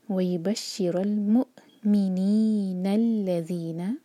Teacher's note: حمزہ سے جوڑیں گے تو وہاں مطلب سانس رکنے جیسی آواز آنی چاہیے، کٹ آف ساؤنڈ جو ہوتا ہے. وَيُبَشِّرَ الْمُؤْمِنِينَ الَّذِينَ، ذیل پڑھیں گے، اس کو زانہ پڑھیں، ذیل ہے.